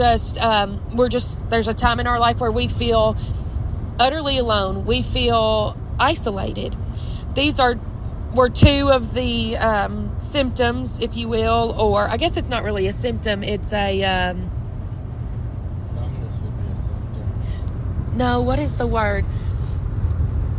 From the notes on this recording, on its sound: I’m on the road home from church in Mississippi. Recording from my car.